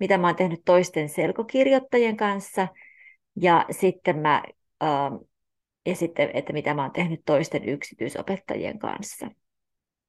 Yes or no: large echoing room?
no